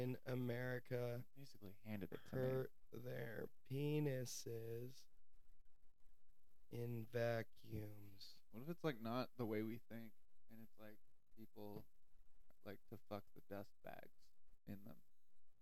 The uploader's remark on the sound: Unfortunately there was a lot of trouble with the audio, so I had to cut the majority of the episode. Don't use headphones.